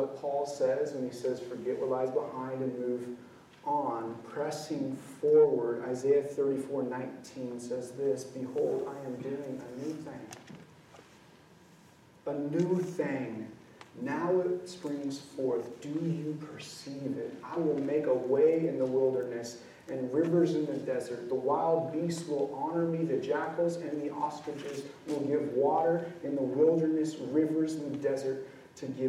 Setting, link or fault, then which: setting, large echoing room